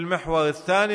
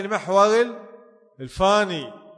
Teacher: هذه لهجة عند العرب يقلبون الثاء فاء · Shown in: second take · مثل اللهجة المحلية هنا، مثلا احنا في المحور الثاني المحور الفاني. · Term: قلب الثاء إلى فاء